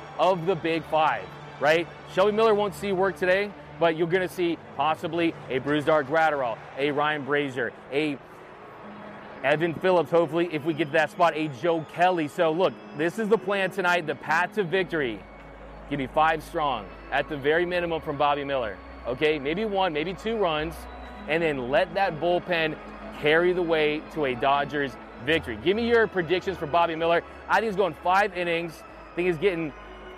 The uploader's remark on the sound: Live From Dodger Stadium